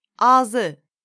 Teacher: Normally, it would become ağız, but the vowel ı drops and the word becomes ağzı · Term: haplology